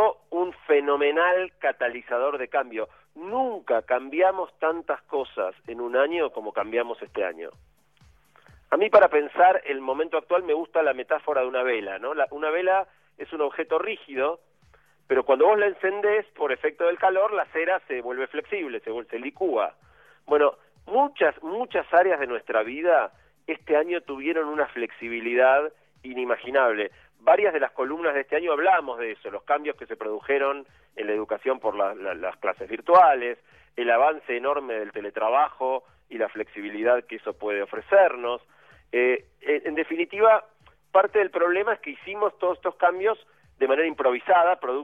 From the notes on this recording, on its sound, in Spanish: Perdón por la calidad del audio, pero esta vez tuve que hacer la columna por teléfono desde Bariloche, donde estaba por el eclipse de total de sol del día anterior.